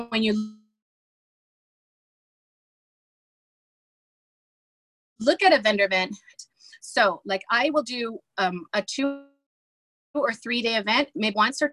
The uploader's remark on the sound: I was in the car on my way to the airport